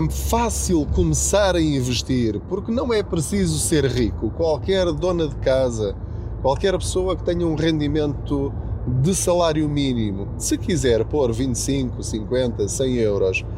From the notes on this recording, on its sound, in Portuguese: Não ligue aos barulhos da viagem.